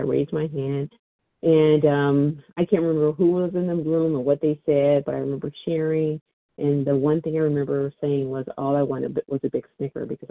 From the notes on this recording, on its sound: 100 Pounders Phone Meeting